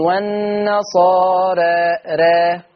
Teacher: بتقولش والنصارى دي إمالة كبرى القراء أخر. لكن ورش يقرأ بالتقليل · لا هي مقللة ما تملهاش إمالة كبرى